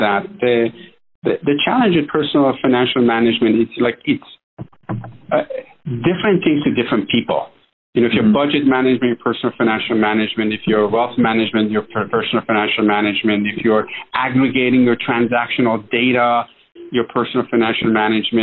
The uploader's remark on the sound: This is an excerpt from that phone interview.